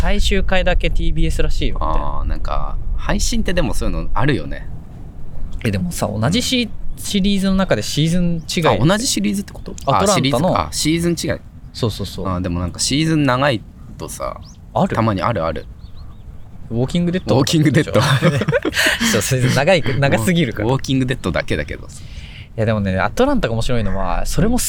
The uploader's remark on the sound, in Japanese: 久しぶりに外で収録